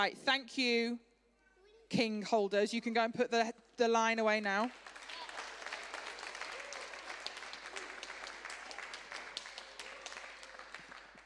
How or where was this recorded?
large echoing room